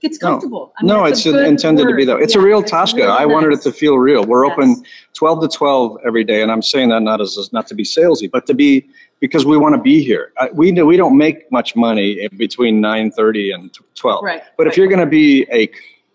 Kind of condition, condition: setting, busy venue